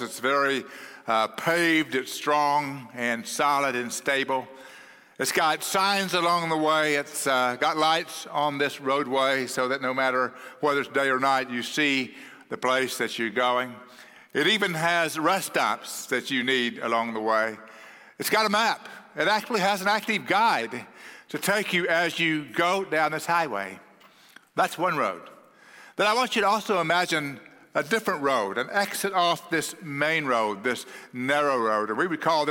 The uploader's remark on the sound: at Cross City Church in Euless, TX